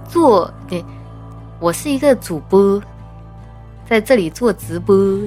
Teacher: 然后东北话呢，你知道吗？就把 O 发成呃